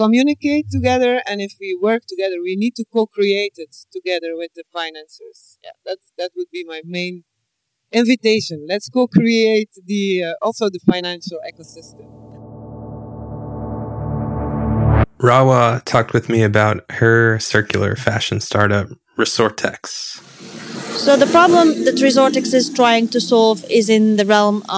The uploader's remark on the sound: The EIB Institute’s Social Innovation Tournament. Live from the event in Stockholm.